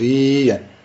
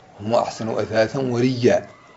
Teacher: الهمزة يبدلها قالون ياء، فيدغم الياء الأولى في الياء الثانية فتصبح ياء ساكنة، يقول ريا، فيدغم الياء الأولى في الياء الثانية.